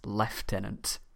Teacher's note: it's not known exactly why the British pronounce the U as an F